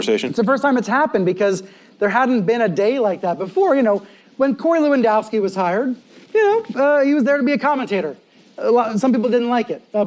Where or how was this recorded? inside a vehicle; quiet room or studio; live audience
live audience